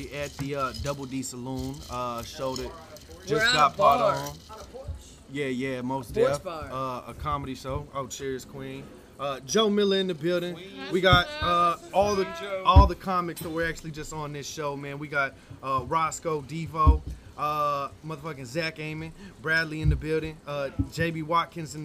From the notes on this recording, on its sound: In this epsiode we sit down on the patio at Double D Saloon. Audio was recorrded outside.